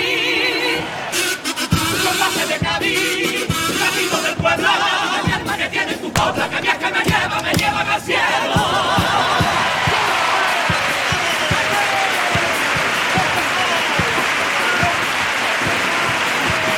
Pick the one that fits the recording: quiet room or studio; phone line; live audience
live audience